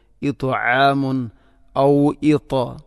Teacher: തഇനെ ഉച്ചരിക്കുമ്പോൾ നാവിൻ്റെ മധ്യഭാഗം അണ്ണാക്കിലേക്ക് ചേർന്ന് വരണം